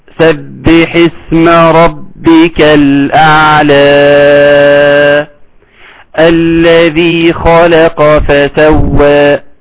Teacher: الزمن بتاع الالف اللينة في الاعلى يساوي الزمن في فسوى، وتبقى متساوية.